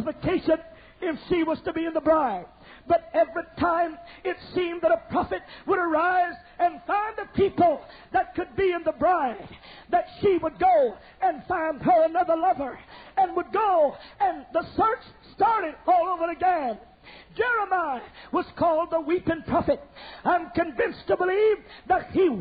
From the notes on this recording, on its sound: preaches Youth Conference in Anaheim, CA